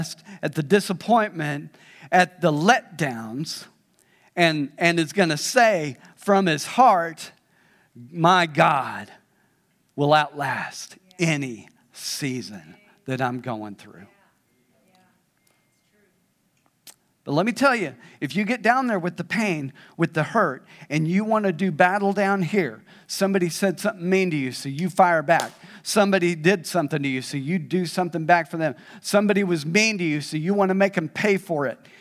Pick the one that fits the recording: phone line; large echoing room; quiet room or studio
large echoing room